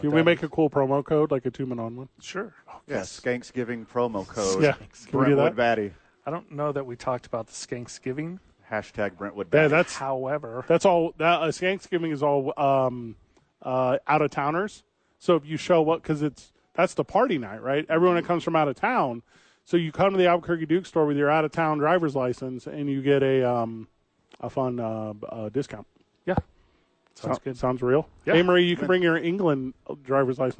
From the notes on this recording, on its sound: Live from The Albuquerque Dukes Store.